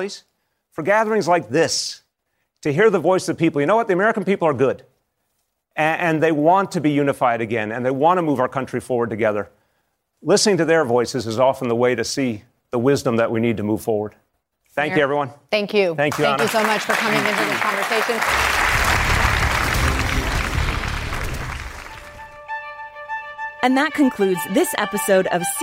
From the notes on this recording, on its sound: During a live town hall. In New York.